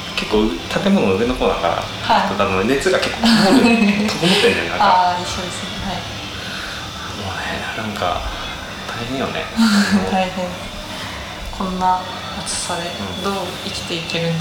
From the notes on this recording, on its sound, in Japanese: 今回もカラオケボックスでの録音のため音質的に聞き苦しい点が多々ございます